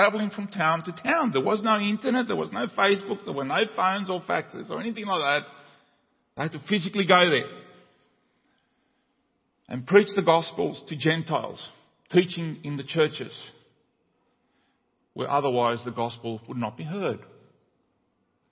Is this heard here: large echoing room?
yes